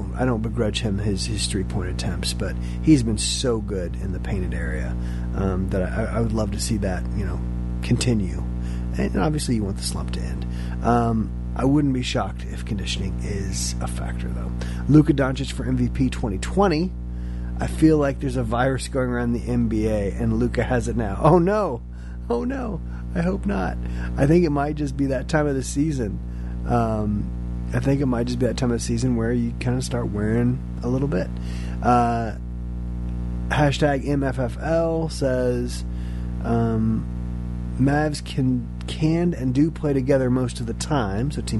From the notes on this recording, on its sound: apologies for the background "hum"